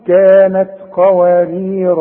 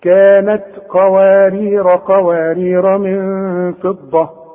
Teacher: الالف بتاعت قوارير الاولى تثبت عند الوقف وتلغى عند الوصل. طب القوارير الثانية بقى، القوارير الثانية تلغى عند الوصل وعند الوقف.